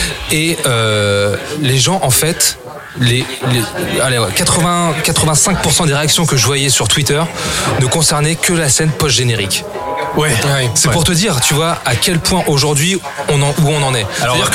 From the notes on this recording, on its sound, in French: Enregistré au Hurling pub (8 Rue Descartes, 75005 Paris), le jeudi 17 mai 2018.